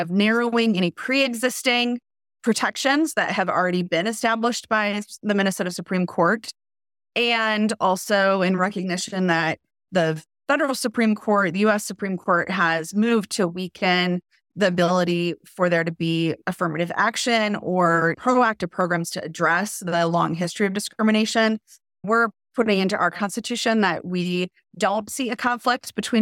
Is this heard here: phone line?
no